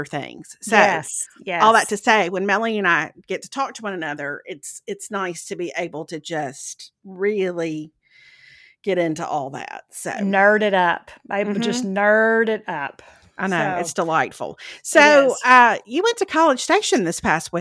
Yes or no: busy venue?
no